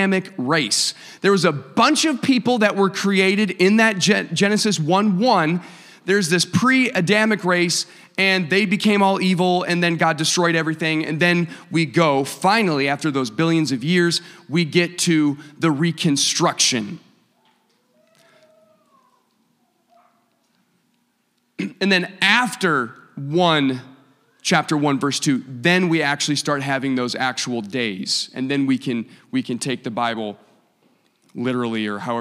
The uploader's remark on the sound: a service recording from Connect Point UPC